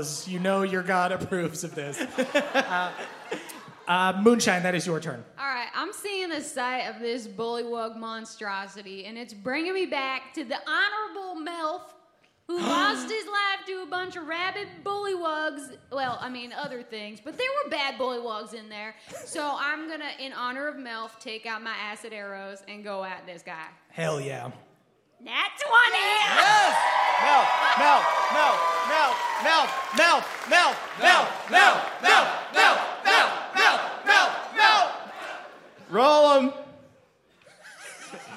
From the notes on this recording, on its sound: NaDDPod Live in Seattle. In our first ever live show!